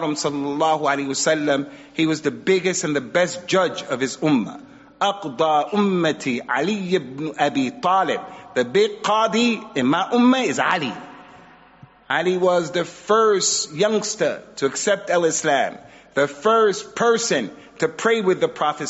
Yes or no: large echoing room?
yes